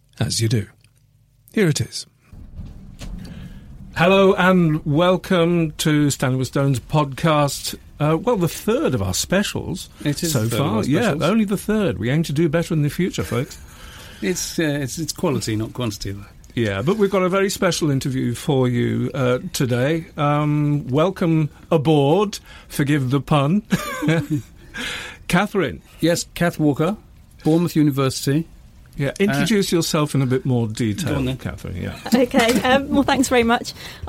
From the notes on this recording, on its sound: We recorded the interview in the saloon of a 43 ft sailing boat in Southampton marina.